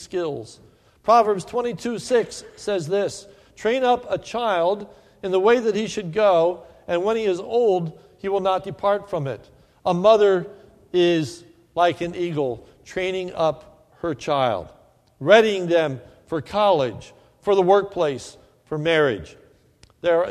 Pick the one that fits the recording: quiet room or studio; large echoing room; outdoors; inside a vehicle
large echoing room